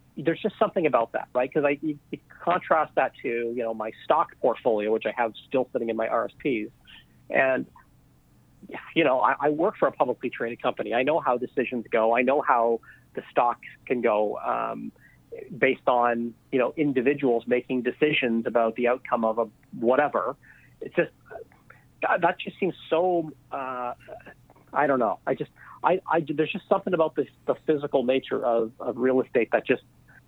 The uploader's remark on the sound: On this podcast we’re on the phone